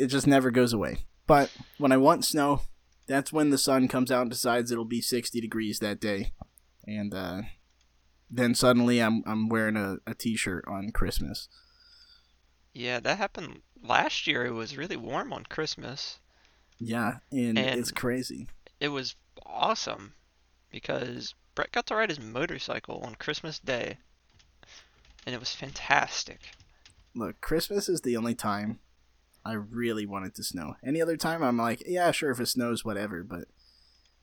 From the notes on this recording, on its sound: I apologize for the audio popping, still trying to figure out how to get all the audio buttery smooth together.